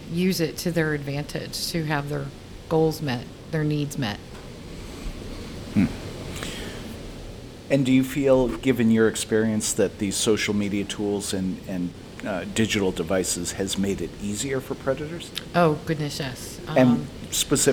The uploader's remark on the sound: This interview is from a recent conference